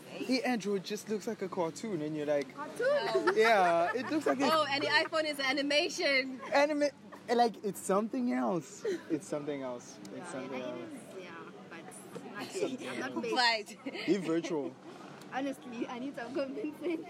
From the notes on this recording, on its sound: The conversation takes place outdoors in a famous road in Durban known as Florida.